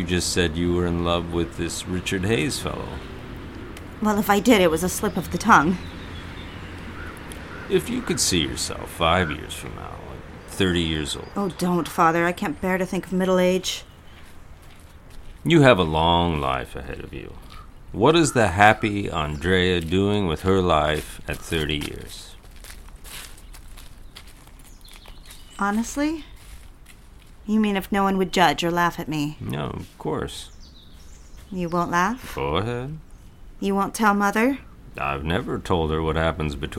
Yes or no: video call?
no